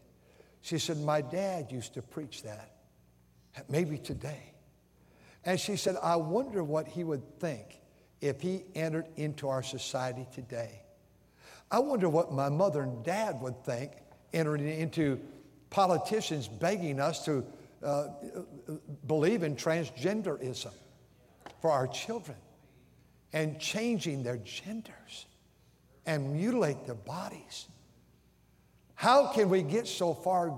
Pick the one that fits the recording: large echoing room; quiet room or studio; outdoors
large echoing room